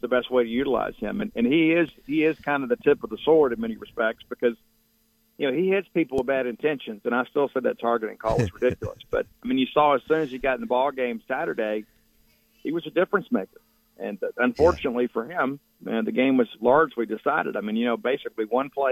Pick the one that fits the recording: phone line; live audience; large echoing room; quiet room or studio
phone line